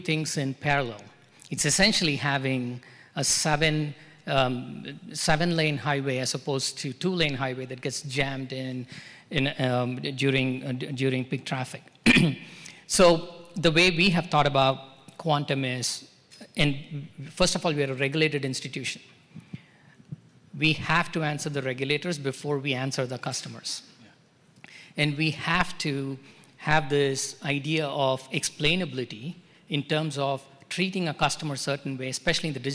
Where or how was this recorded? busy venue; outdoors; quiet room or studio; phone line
busy venue